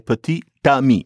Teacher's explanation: the T that's only in the spelling, you have to pronounce it · Term: liaison